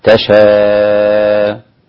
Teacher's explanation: حمزة إذا وقف عليها يقف عليها بإبدال الهمزة ألفا، تشاء هكذا تمام، وله 3 المد يعني 2 4 6 حركات إذا وقف على تشاء.